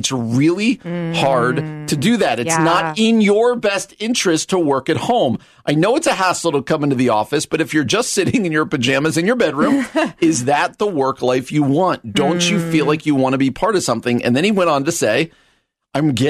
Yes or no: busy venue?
no